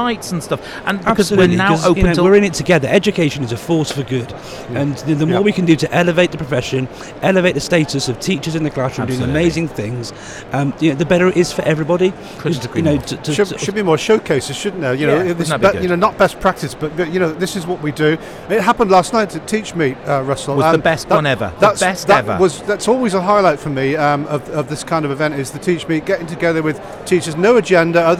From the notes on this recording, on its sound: NetSupport Radio Saturday 25th Jan BETT2020. Our forth and final NetSupport Radio LIVE show from stand NL44 at BETT2020.